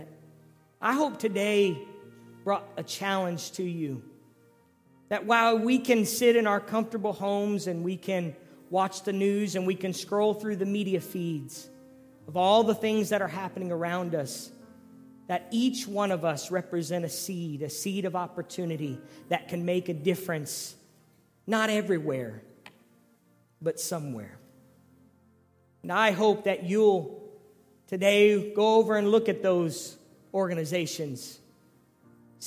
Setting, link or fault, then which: setting, large echoing room